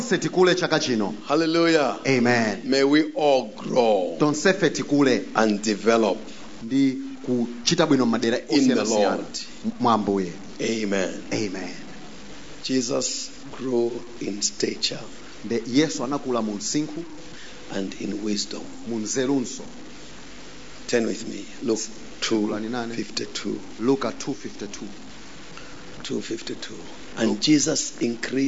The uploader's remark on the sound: Preached at the Encounter Service at Word Alive Blantyre City Church on 08th January 2023